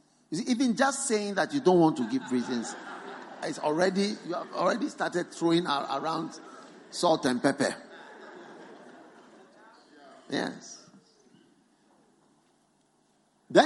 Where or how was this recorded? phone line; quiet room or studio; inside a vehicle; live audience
live audience